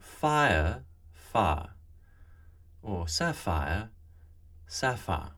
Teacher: Sound 25 is the triphthong ire, as in fire or sapphire. This tends to smooth at quick pace, so fire, far, or sapphire, sapphire.